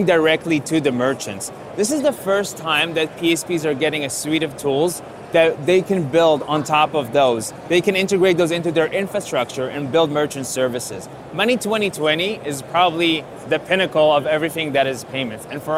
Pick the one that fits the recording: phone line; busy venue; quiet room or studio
busy venue